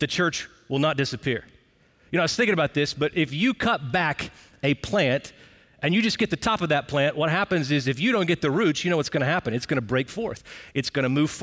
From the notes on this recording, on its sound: Recorded Live at Brookwood Church on 10.15.23.